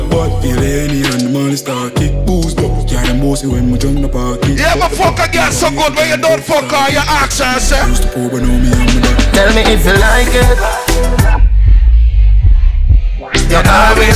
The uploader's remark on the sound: LIVE IN CITY VIBES VICTORY PARTY.